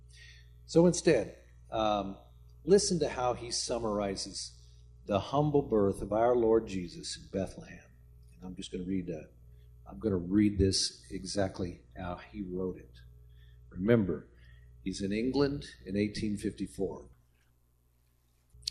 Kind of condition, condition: setting, large echoing room